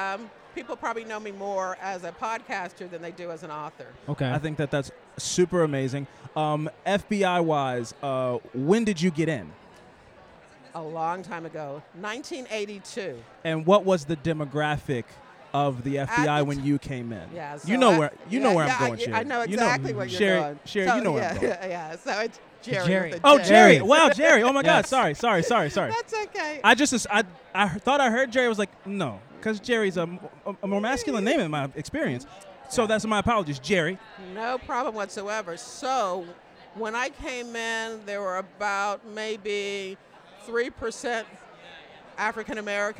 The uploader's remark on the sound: Live From Crime Con! LIVE from Podcast Row at Crime Con Orlando!